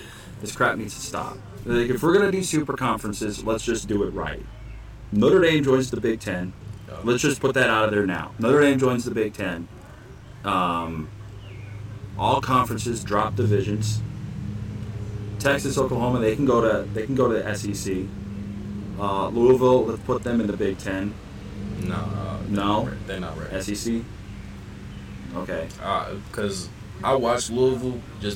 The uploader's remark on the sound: Join us this week as we are live from Potato Creek State Park for the 23rd Annual CCF Church Campout.